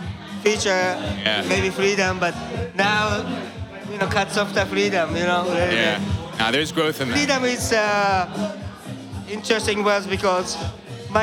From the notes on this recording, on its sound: Recorded on November 21, 2018 at Kinfolk 90 in Brooklyn, NY. Basslines & Banter is a visual podcast that is recorded live at the party which shares the same name.